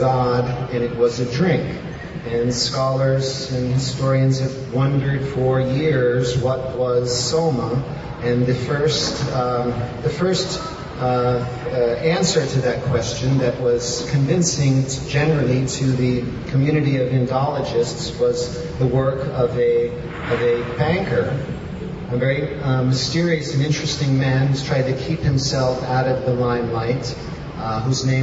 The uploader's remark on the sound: In this talk, given at the 4th annual Amazonian Shamanism Conference in Iquitos, Peru